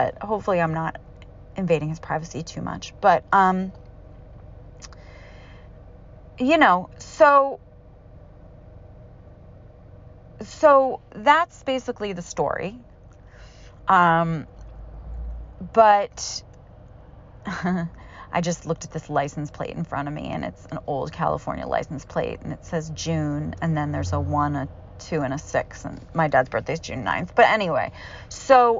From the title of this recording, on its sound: grieving alone in my car